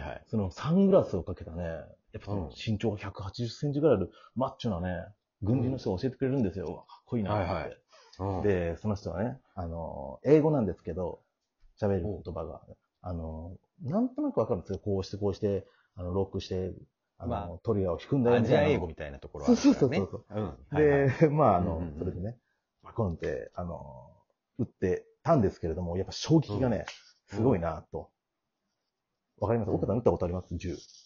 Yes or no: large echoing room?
no